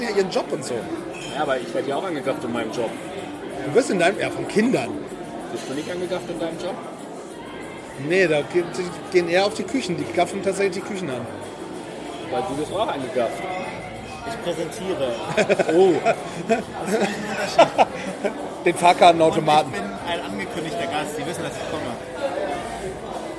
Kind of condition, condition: setting, busy venue